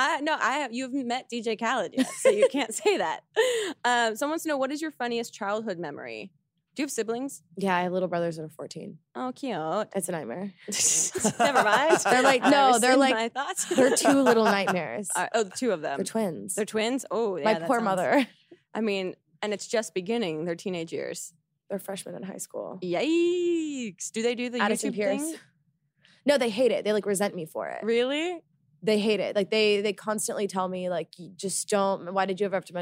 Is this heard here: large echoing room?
no